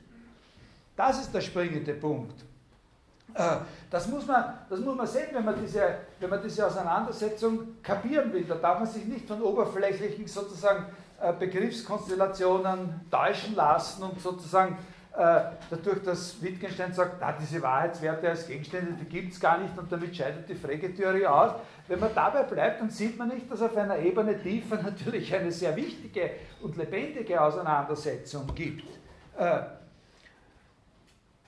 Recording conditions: large echoing room